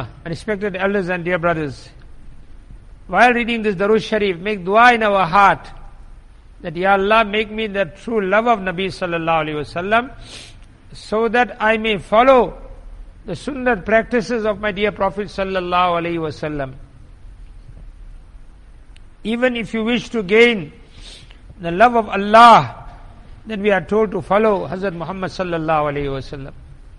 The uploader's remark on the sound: Jumuah lecture at Masjid e Quwwatul Islam